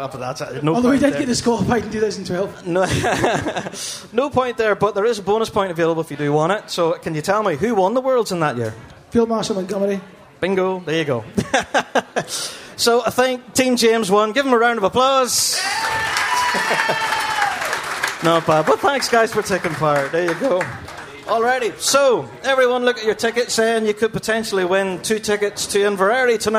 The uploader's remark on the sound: Live recorded podcast from the Piping Live Festival 2022. A fun prize giveaway for the audience in attendance. What a privilege it was to be on the stage at this year’s Piping Live.